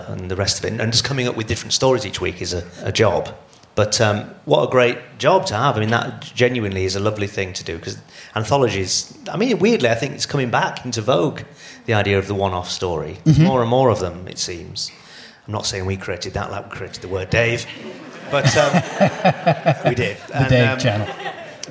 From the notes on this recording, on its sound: Conversation recorded in front of an audience at the London Podcast Festival.